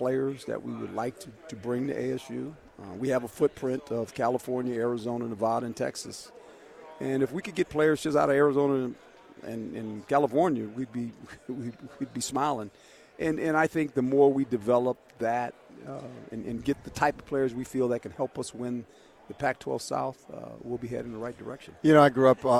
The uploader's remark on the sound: live from Pac-12 Media Day